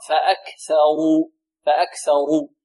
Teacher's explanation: والراء هنا مفخمة لأنها مضمومة